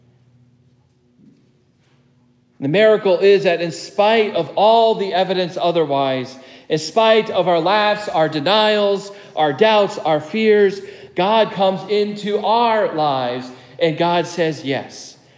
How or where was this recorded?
large echoing room